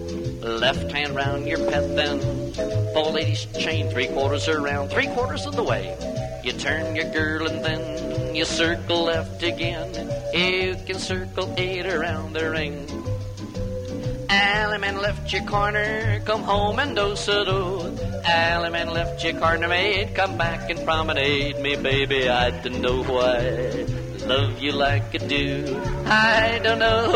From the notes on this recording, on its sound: Live Dance Recording.